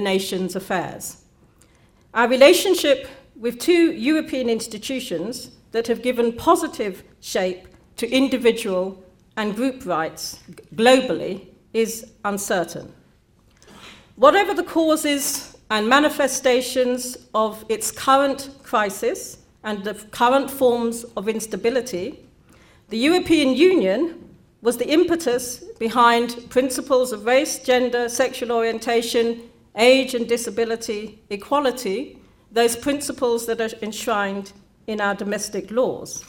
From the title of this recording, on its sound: Birkbeck Annual Law Lecture 2015 (audio recording of lecture)